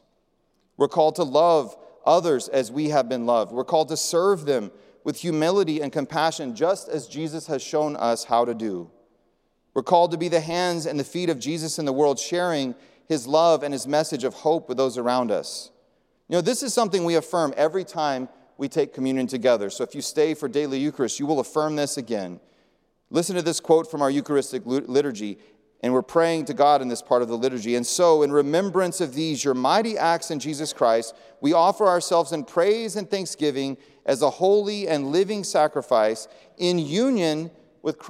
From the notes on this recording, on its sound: presented by Asbury Seminary Kentucky Chapel, recorded on Thursday, May 4, 2023 at Asbury Theological Seminary's Kentucky campus